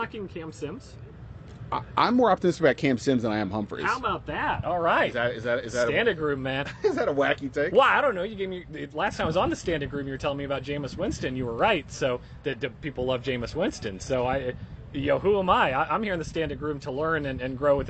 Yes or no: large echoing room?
no